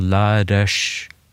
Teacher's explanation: Plutselig ser jeg noe med r-en og s-en som går til sj.